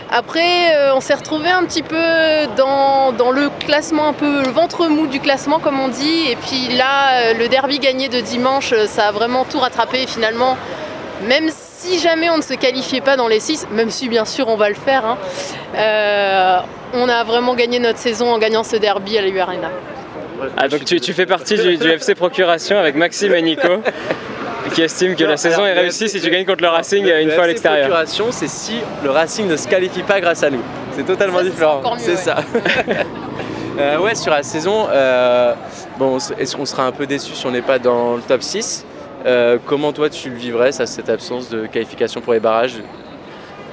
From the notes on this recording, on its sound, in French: En direct de la Pink'Ride ! Là-bas on a rencontré les joueurs, on leur a posé quelques questions et on a enregistré leurs réponses !